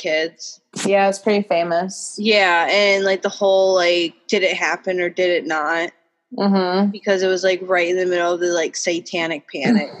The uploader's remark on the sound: Taking it back to the ole’ Zoom chat this week so forgive any audio difficulties. Technology scorns us during this pandemic.